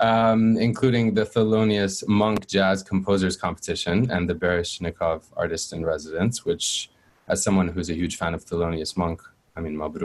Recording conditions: video call